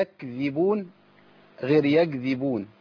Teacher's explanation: لازم اطلع نفس في الكاف · Term: صفة الهمس